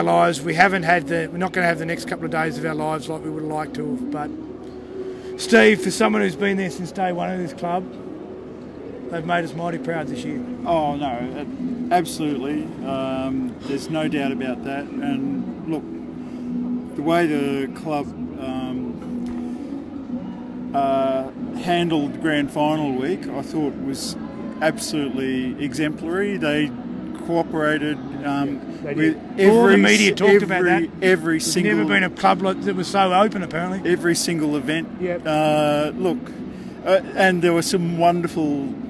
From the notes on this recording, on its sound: The Greenhouse Live was on location at Sydney Olympic Park after the 2019 Grand Final.